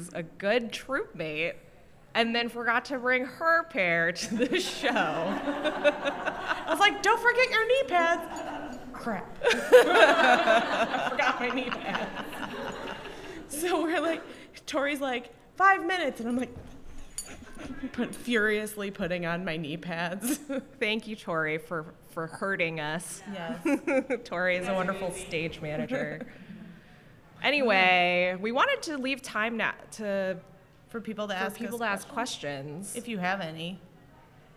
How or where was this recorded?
live audience